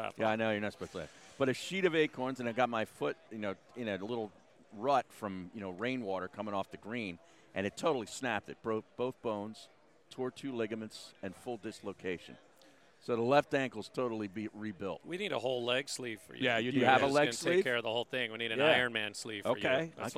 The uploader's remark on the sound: LIVE from #SBLIV Radio Row!